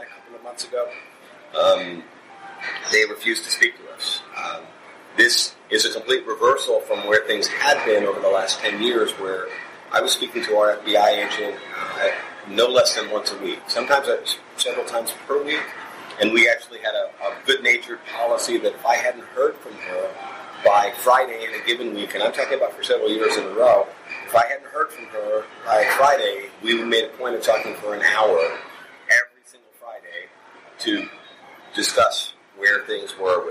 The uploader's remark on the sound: Live from Crimecon 2019. Four guests from previous episodes meet up in New Orleans while attending the Crimecon true crime convention to have a live, face to face conversation.